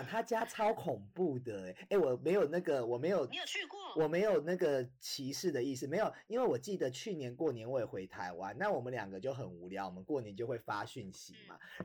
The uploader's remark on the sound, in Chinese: 東京、台北、洛杉磯 三方跨國連線。因跨國錄音 音質問題 請見諒。